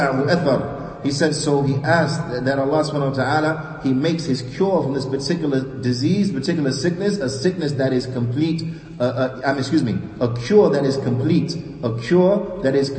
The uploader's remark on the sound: Lecture given at Masjid Nur Allah, Queens, NY